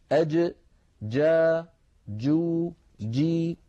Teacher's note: مخرج الجيم من هنا من وسط اللسان وليس من طرف اللسان، من وسطه هنا.